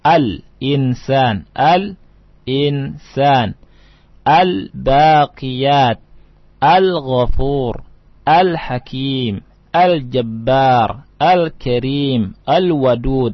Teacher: Lamnya dibaca jelas, idhar.